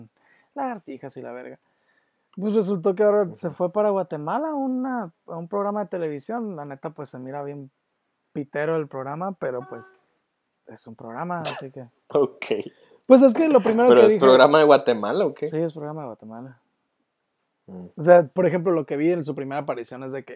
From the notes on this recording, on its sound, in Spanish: El contenido es mucho mejor que el audio